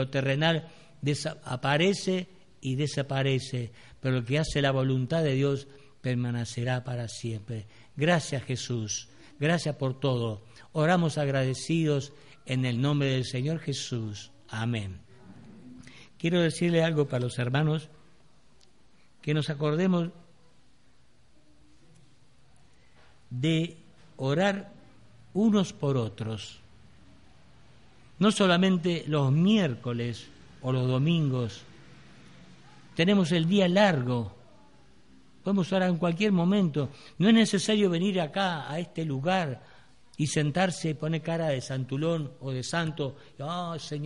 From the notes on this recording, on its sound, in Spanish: Grabado el 28-02-2016 en la Iglesia Del Camino